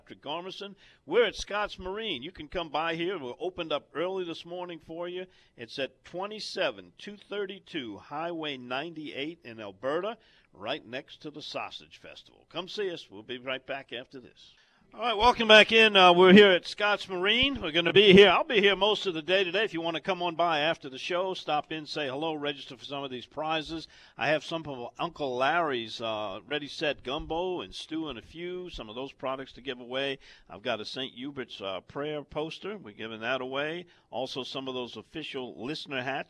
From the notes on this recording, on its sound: on location at Scott's Marine in Alberta, Alabama.